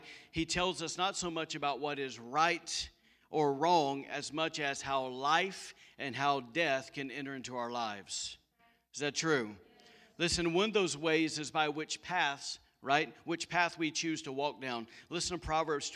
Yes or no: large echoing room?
yes